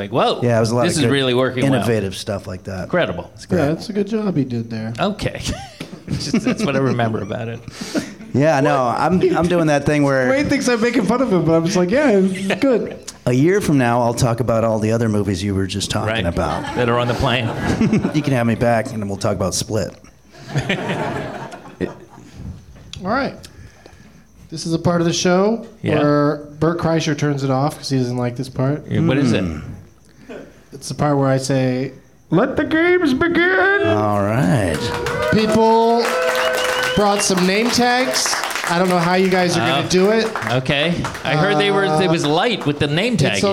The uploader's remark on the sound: Live from the NerdMelt Showroom in LA